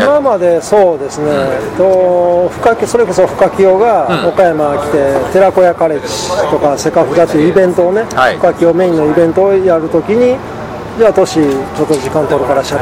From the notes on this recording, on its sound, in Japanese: 岡山駅前のイオンのスタバにて